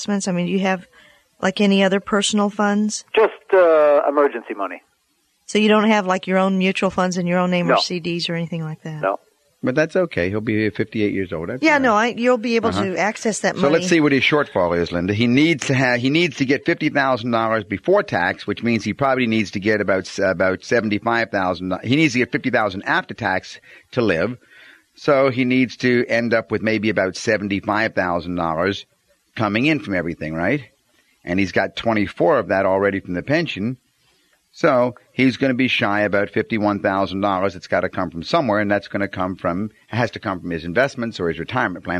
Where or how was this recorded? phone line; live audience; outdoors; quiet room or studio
phone line